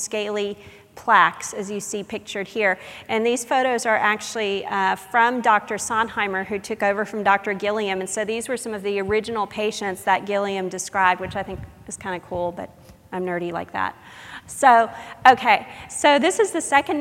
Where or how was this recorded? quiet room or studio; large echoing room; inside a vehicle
large echoing room